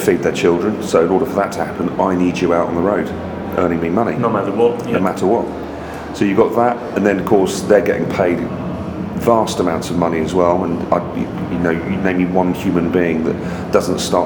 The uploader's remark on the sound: Live at the Brighton Music Conference